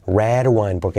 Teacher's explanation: porque la D de red se convierte en una R suave